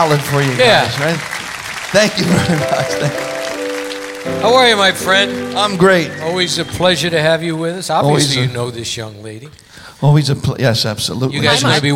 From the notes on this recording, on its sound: Live at the SouthPoint Casino